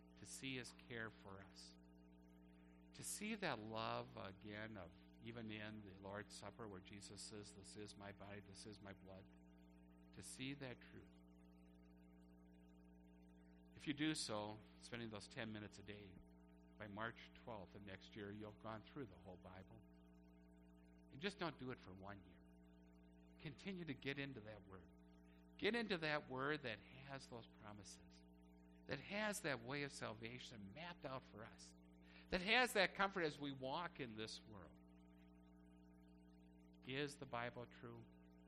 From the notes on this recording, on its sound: A church service recorded at Living Water Lutheran Church, Oshkosh, WI.